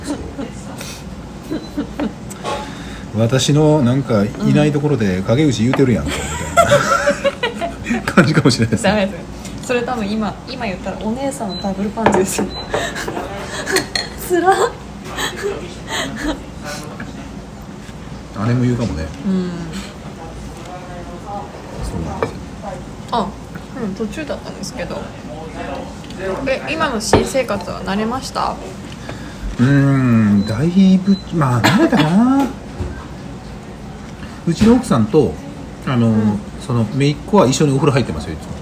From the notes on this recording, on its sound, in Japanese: 約束の地「居酒屋」での収録です